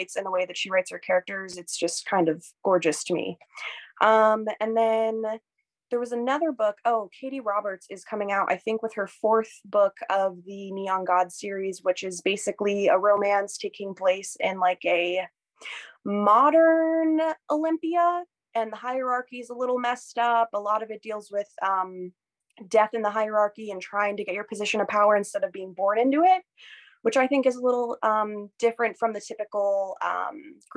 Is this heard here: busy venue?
no